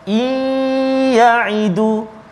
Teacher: masukkan nun mati ke dalam ya dengan dengung berserta dengung · Term: idgham ma'al gunnah